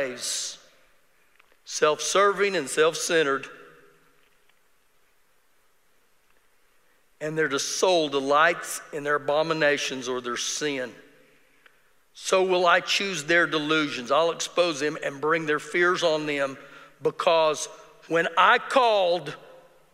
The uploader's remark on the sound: Recorded live during our Wednesday night service